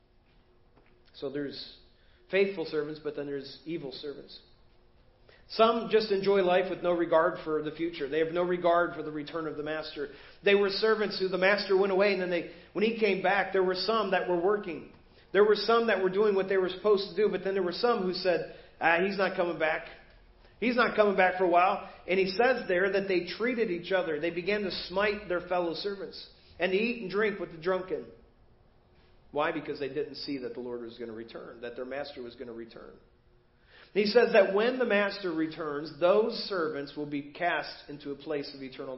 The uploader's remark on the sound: Preached at First Baptist Church of Hazel Park